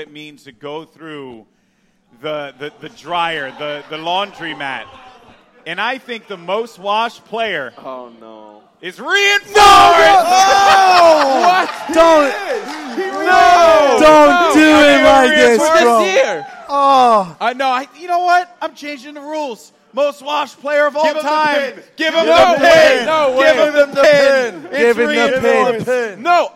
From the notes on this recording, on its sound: LIVE recording from Philadelphia.